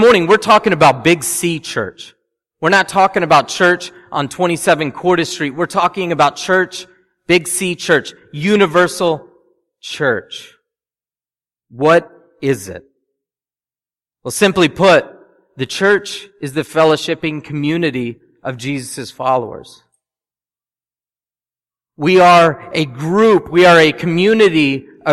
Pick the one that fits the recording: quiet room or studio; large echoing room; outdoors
large echoing room